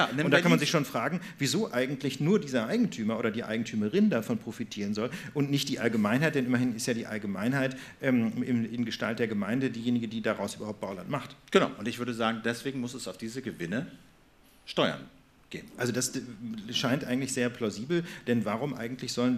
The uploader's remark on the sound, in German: Die Lage der Nation live bei "Das ist Netzpolitik!" (14np). In der Berliner Volksbühne können die Zuschauer der "Das ist Netzpolitik!"-Konferenz live dabei sein. Vor Publikum.